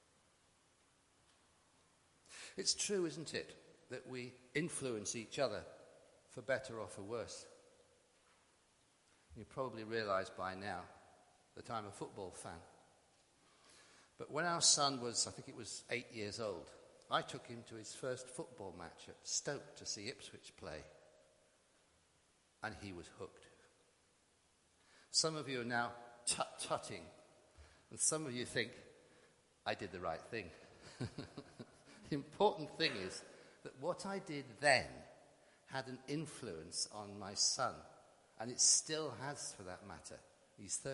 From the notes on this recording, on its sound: Christ Church, Bayston Hill (UK)